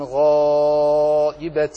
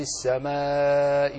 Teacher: ألف غائبة مفخم لأنه وقع بعد حرف مفخم، وألف السماء مرقق لأنه وقع بعد حرف مرقق